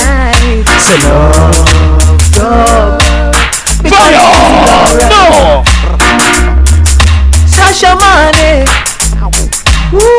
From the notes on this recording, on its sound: This is the recording of the soundclash in Nairobi, Kenya. Unfortunately recording of the DFD is missing but the audio is still a piece of history..